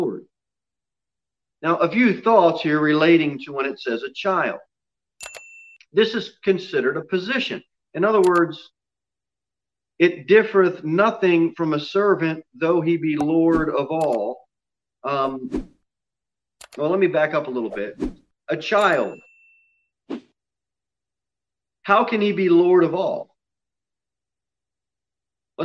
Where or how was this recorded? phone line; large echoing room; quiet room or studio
large echoing room